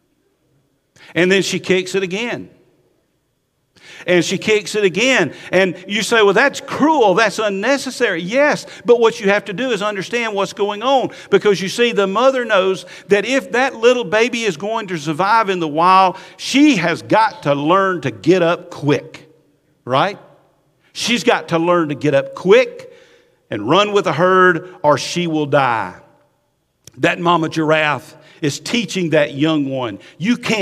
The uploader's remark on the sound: Recorded at Highland Baptist Church, Molino FL.